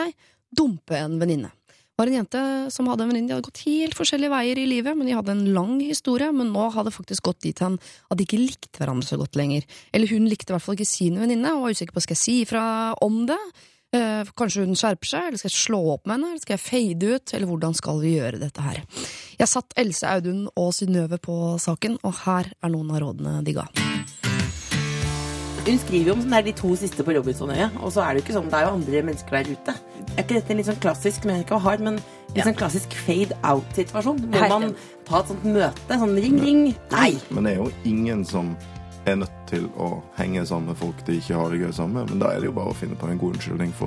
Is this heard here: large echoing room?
no